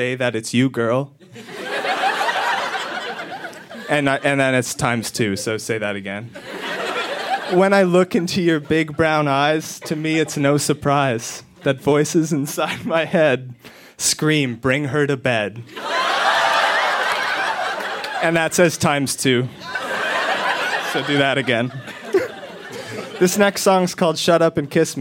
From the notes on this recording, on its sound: Recorded live at Yuk Yuk's in Ottawa.